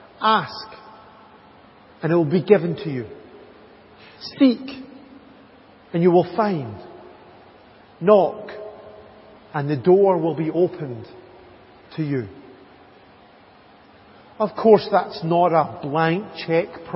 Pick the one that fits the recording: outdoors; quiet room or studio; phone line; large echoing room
large echoing room